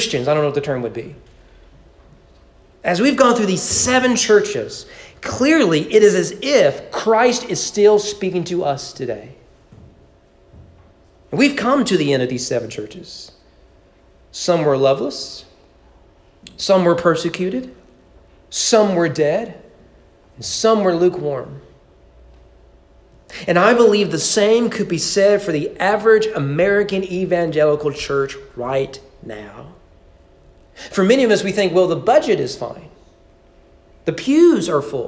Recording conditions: large echoing room